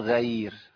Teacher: بيخلي الغين ضعيفة عشان الياء اللي بعديها. خايف برضو من الياء.